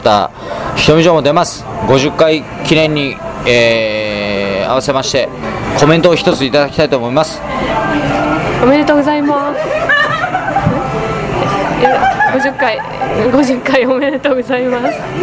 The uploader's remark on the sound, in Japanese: ミュージシャンの聖地ザ・満麺屋にて。